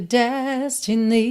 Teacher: essa palavra destiny acabou ganhando uma ênfase aí na última sílaba, né? Normalmente, a sílaba tônica é a primeira, destiny, destiny, ok?